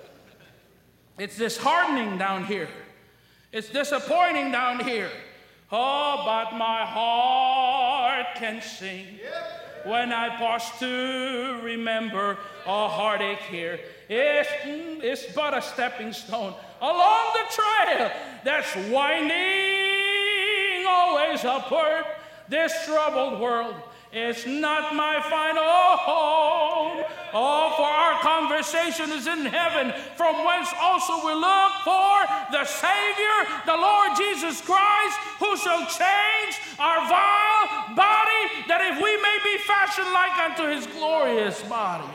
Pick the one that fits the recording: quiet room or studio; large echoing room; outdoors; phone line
large echoing room